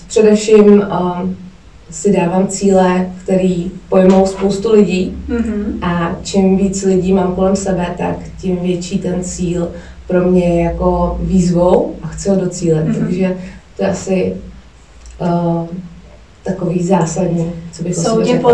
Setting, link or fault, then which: fault, poor sound quality